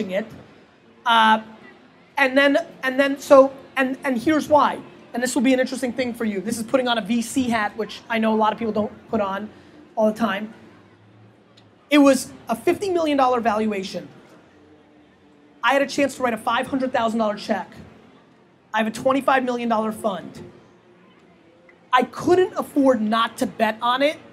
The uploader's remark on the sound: Interview at Startup Grind Los Angeles. At Expert Dojo's 3rd story deck on 3rd Street Promenade in front of a sold out crowd.